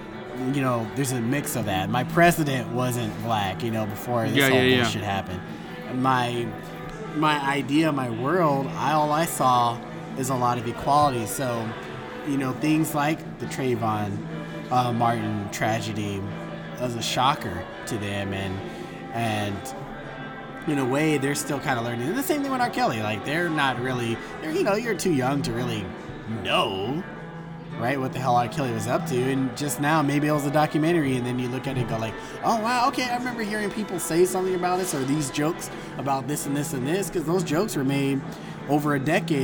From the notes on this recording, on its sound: With some brews at 8th Wonder Brewery in Houston Texas.